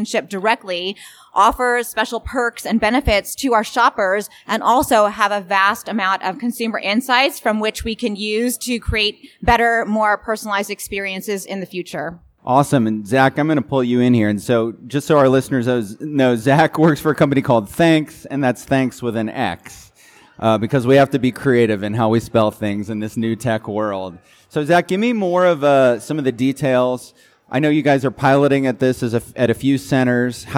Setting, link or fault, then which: setting, live audience